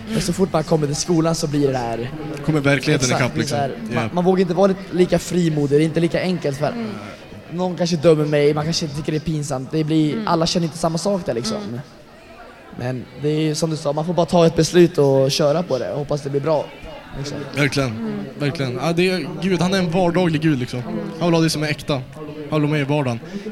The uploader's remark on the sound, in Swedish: Dagens poddavsnitt är hämtat live från Ny Generations turnerande event Äkta. Livepoddsoffa.